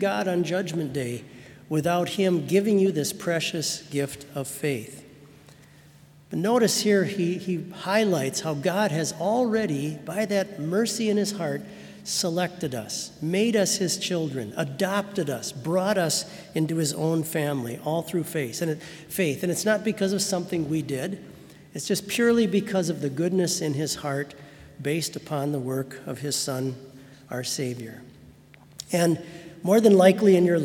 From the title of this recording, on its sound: Sermon from BLC Chapel